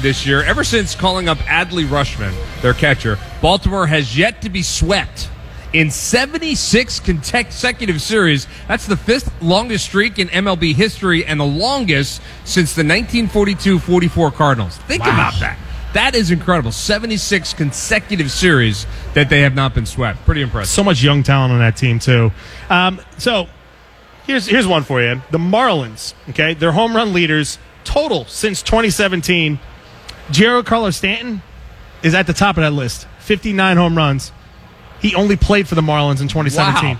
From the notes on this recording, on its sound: LIVE at Xfinity Live! In South Philly.